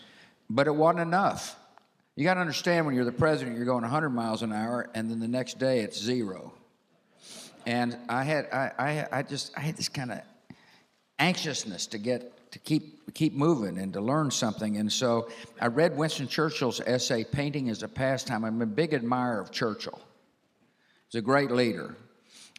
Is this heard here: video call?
no